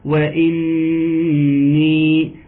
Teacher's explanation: أختكم تقول لكم وإني، خد بالك يا شيخ الواو مرققة، نعم ما تقولش وإني، الواو مرققة، نعم والنون مشددة، وإني والياء نراعيها إن يكون مد طبيعي بمقدار حركتين